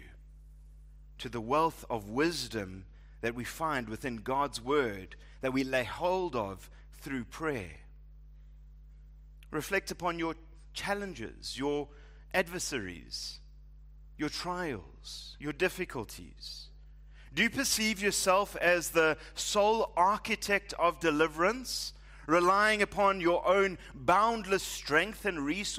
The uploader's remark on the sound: Preached at Living Stone Bible Church